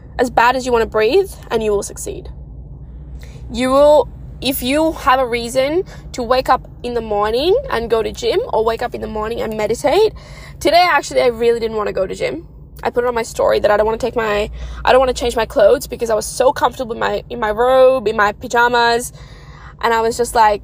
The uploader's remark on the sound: recording it in my car